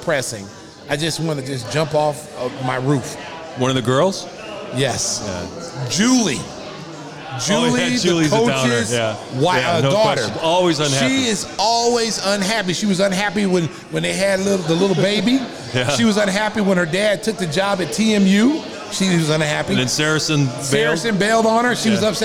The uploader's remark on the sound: Live at Salutos